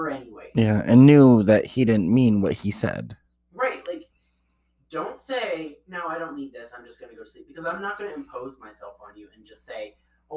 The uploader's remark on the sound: Unfortunately, there are some audio difficulties as we tried something new.